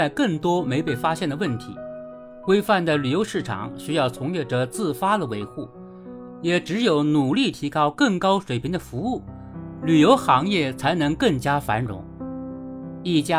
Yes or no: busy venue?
no